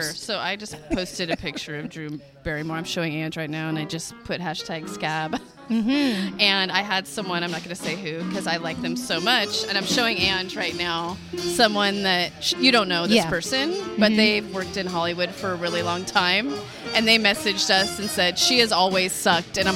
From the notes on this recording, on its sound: LIVE from Old Skool Cafe. Recorded live from one of our favorite restaurants in San Francisco, the Old Skool Cafe , a youth run jazz-themed supper club. The live music- you'll hear for yourself.